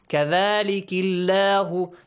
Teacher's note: So if it is ki, so Allah, the word Allah, the lam in the word Allah will be pronounced lightly.